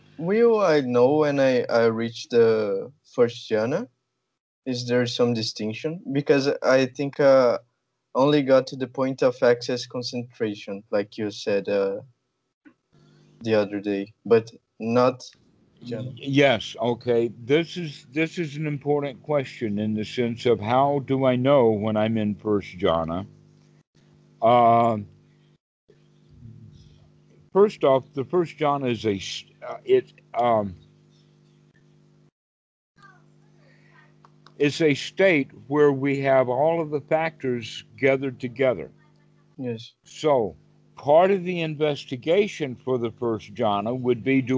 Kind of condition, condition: link, video call